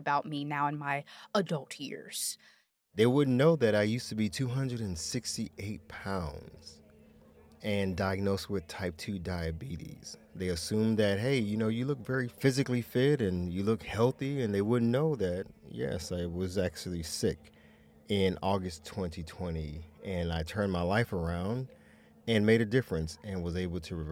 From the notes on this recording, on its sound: We’re back on the road, this time at Blk Pod Festival Atlanta! Hear what secrets were shared in our pop up booth!